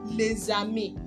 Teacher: The S sounds more like Z